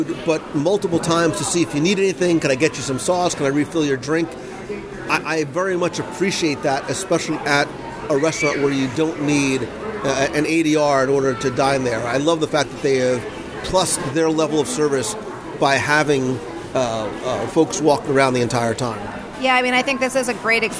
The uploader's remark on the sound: Polite Pig at Disney Springs LIVE Dining Review. This week, I invite you to join me for lunch at The Polite Pig in our live dining review.